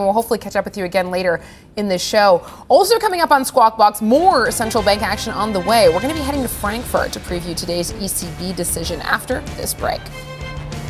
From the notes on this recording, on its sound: We are live at Vivatech in Paris.